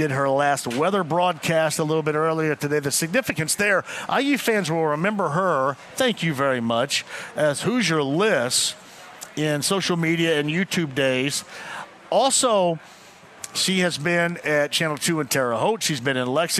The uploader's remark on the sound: Live From Twin Peaks in Greenwood!